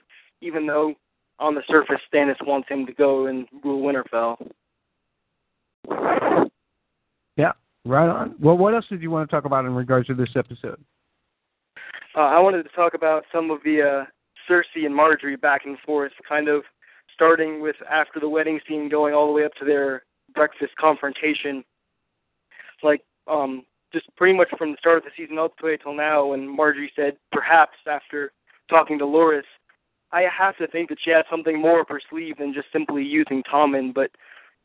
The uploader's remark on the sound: Fan Call In Show